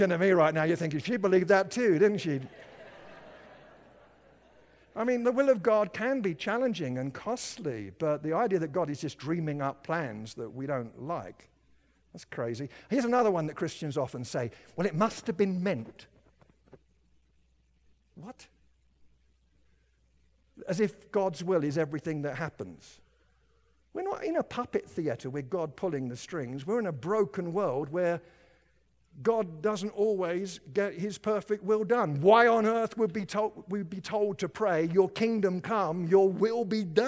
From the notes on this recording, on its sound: At Timberline Church - Audio. Live.